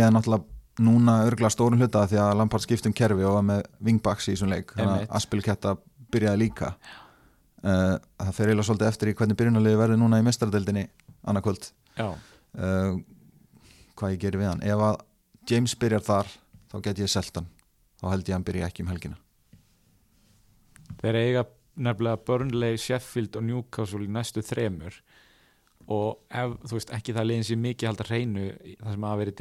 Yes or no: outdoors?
no